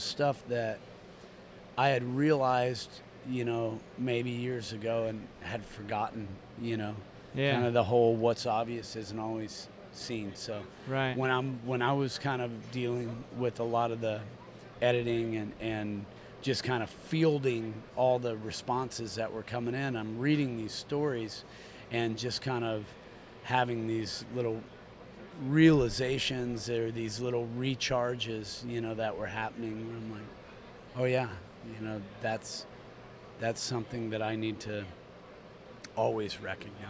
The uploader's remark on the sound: We caught up at the Sing Out Loud Festival in St.